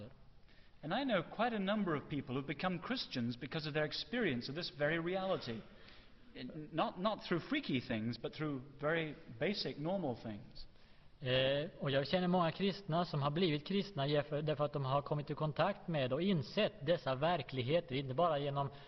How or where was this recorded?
large echoing room